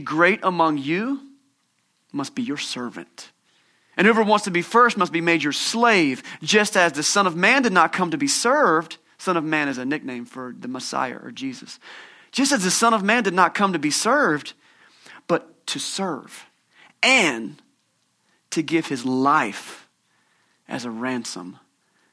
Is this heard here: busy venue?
no